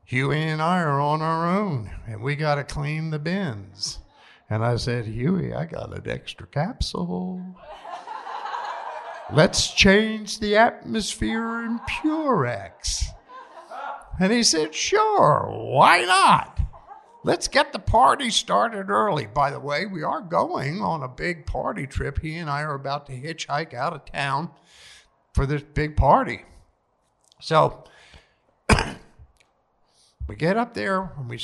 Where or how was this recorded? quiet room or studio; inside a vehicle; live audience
live audience